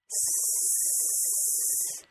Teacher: To make the S sound, the tip of the tongue should be close to the back side of the top front teeth. · The tongue is kept tense as air is pushed through the small opening between the front of the tongue and the tooth ridge, then into the top front teeth. · IPA: /s/